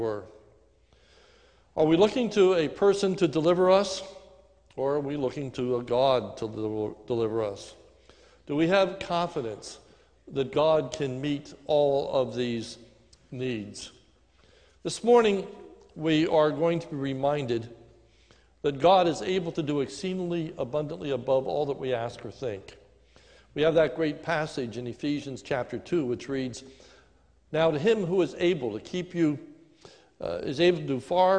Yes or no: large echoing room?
yes